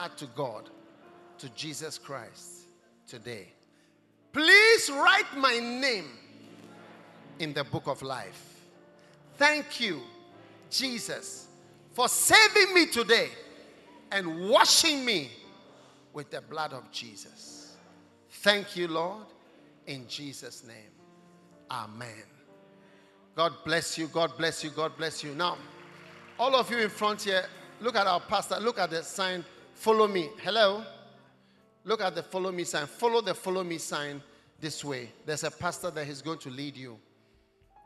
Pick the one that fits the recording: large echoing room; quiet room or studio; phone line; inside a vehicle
large echoing room